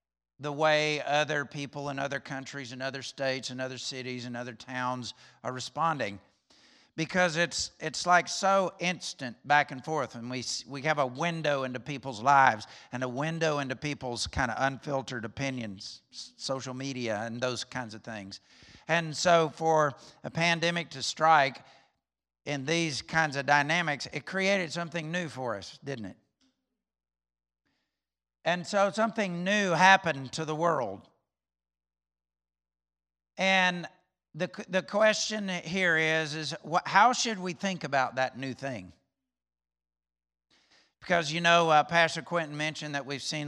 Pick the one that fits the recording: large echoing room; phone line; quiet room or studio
large echoing room